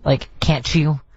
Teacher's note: make sure I don't say ch at the end of a can't